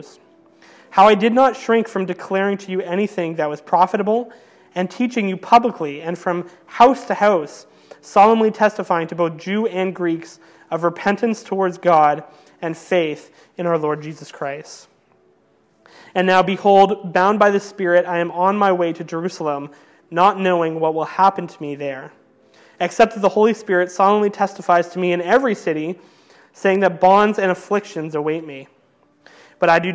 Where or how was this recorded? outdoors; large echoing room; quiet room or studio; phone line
large echoing room